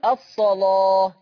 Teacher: لما تيجي لام مفتوحة وقبلها نعم. صاد مفتوحة ورش يغلظ اللام يقول الصلاة